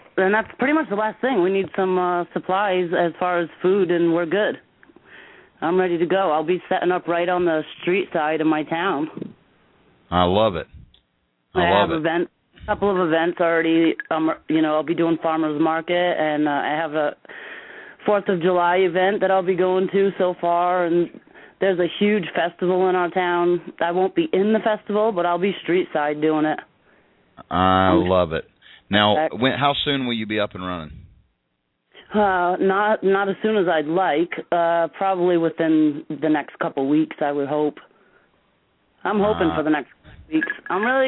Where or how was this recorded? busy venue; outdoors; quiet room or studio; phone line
phone line